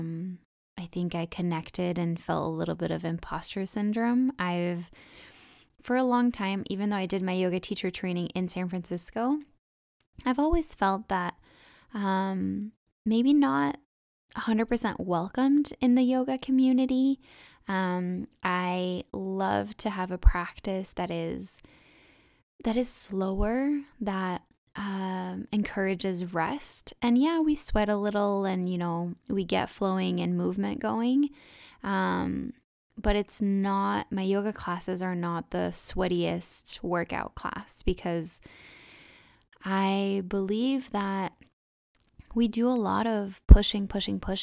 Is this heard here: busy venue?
no